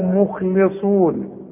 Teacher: اللام هنا مكسورة. ونحن له مخلصون ورقق اللام